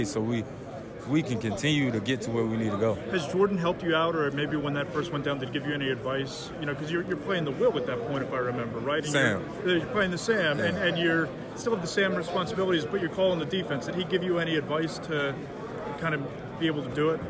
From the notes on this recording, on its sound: Day 4 from Radio Row at the Super Bowl.